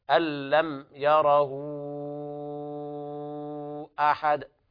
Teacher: وعند ورش تمد بمقدار 3 ألفات يعني 6 حركات · Term: الإشباع